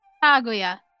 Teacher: Não tem sílaba tônica